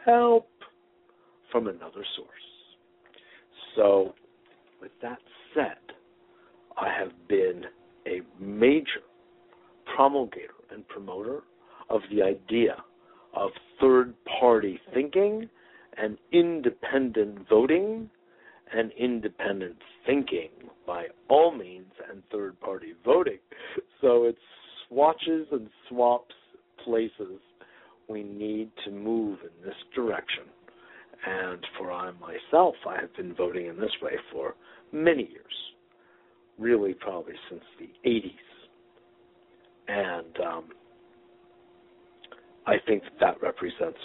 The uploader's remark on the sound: Today is a chance for listeners to call.